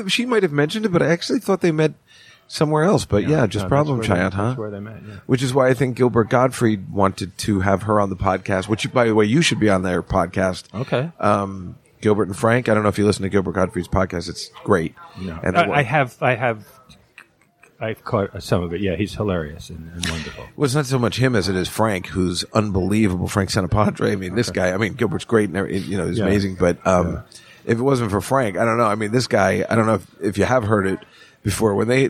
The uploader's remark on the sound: Live From the Comedy Cellar